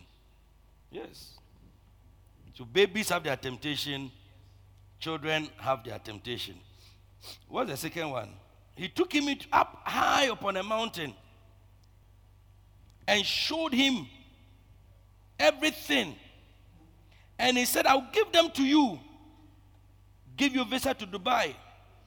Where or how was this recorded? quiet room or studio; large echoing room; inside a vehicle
large echoing room